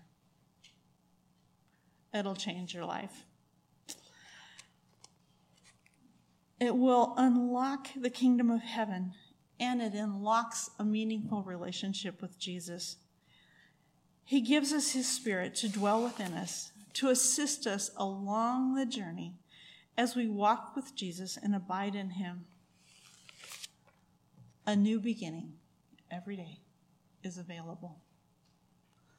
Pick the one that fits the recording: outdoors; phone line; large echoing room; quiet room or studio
large echoing room